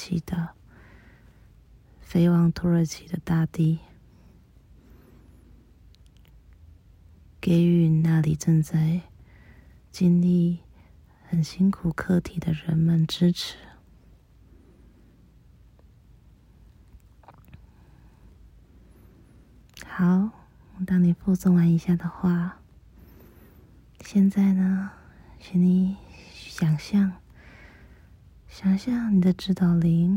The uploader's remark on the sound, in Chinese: 因為錄音設備還沒有到位，這部音檔是我躲在飯店棉被裡用手機倉促錄製，音質不佳還請見諒